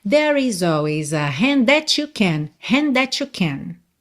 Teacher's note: O hand com that você junta num som só.